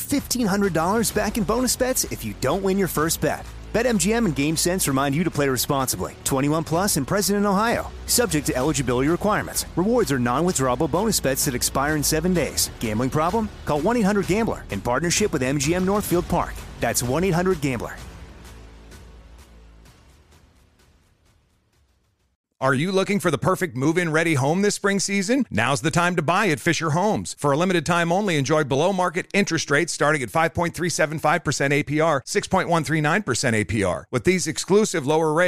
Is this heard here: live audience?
no